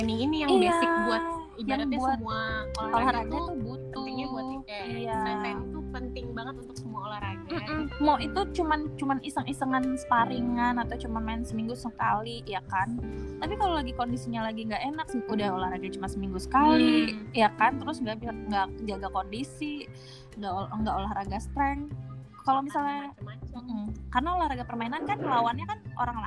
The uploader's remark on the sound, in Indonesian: maafkan soundnya yah aga noisy